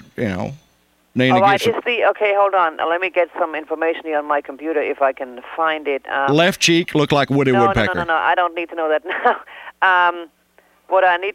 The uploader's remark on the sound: Prank Phone Calls